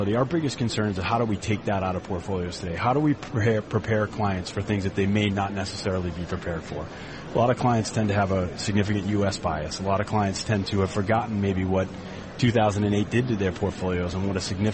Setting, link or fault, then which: setting, busy venue